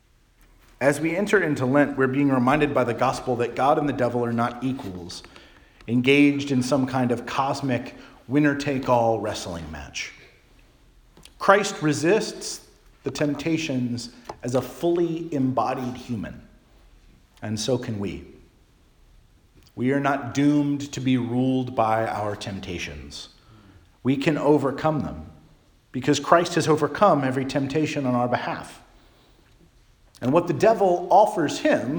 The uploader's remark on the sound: Charles Anglican Cathedral, Bremerton, WA.